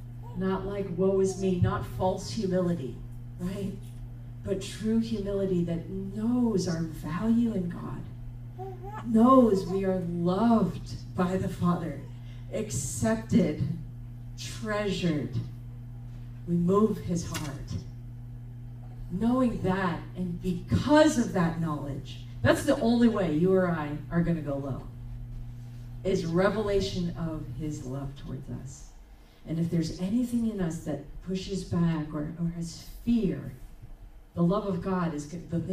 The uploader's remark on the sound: Recorded on October 8, 2023 at Crossing Life Church in Carmel, ME.